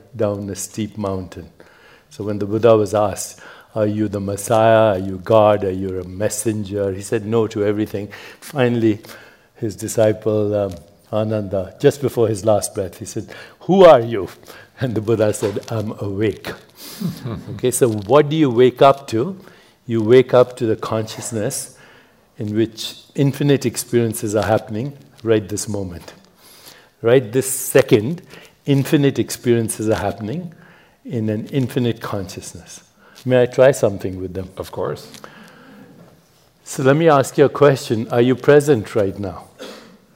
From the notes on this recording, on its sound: A special recording from our sixth annual revitalize event , which was held in Dove Mountain, Arizona, in June. You could hear a pin drop as the crowd listened attentively to his nuanced take on some of life's biggest questions. This podcast episode is a special recording from our sixth annual revitalize event , which was held in Dove Mountain, Arizona, in June. The insights we learned on the main stage this year were too good not to share.